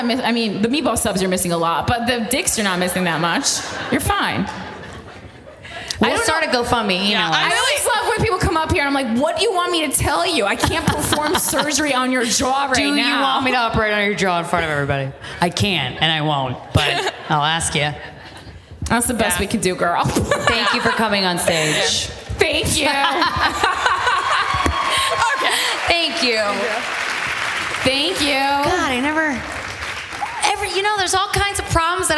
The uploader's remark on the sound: Live from Chicago. Live episode. Bring to the stage listeners.